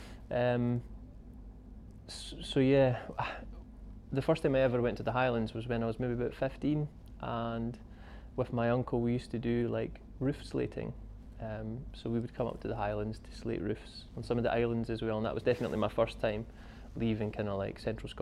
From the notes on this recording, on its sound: whilst we were at Fort William Mountain Festival